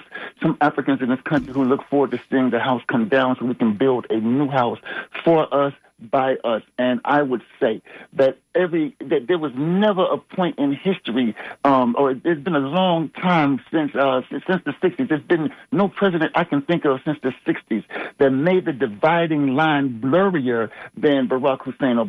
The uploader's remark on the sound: unique magazine format call-in show